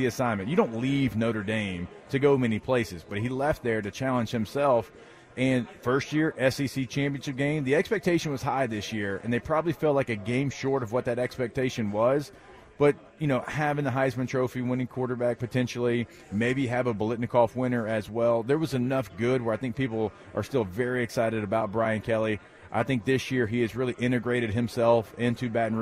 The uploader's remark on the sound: at media day for the 124th Army-Navy Game in Boston